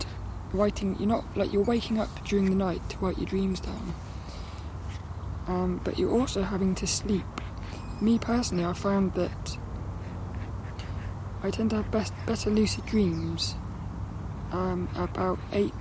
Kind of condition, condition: setting, outdoors